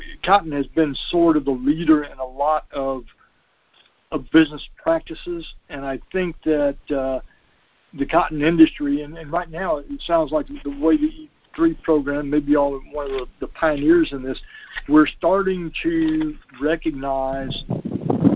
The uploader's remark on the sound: Monthly Conference Call